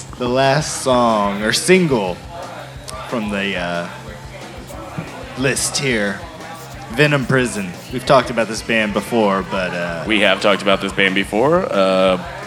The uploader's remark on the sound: Taking over the stage of The Lost Well in Austin, TX on Mondays. Recorded Live at The Lost Well in Austin, TX.